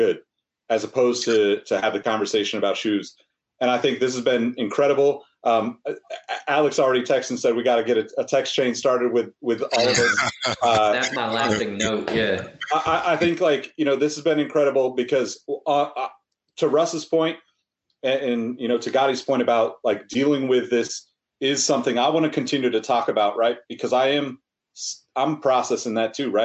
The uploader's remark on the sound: Recorded on Riverside